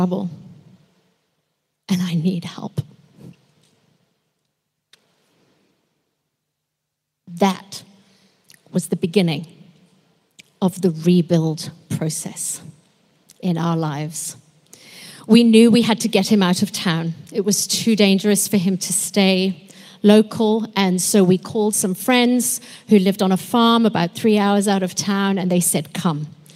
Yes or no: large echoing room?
yes